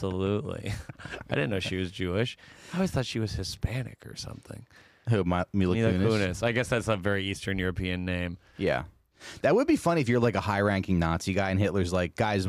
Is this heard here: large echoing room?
no